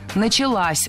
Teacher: возвратная часть «с» притягивает ударение к себе · Term: Ударяем последний слог